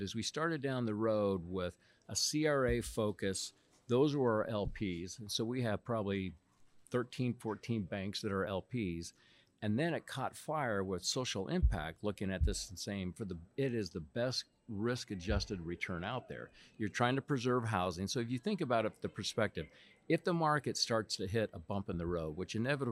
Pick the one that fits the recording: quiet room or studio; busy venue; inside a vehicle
busy venue